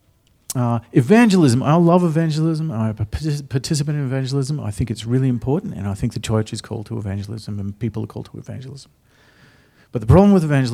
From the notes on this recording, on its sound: The live stream of Destiny Church Atherton.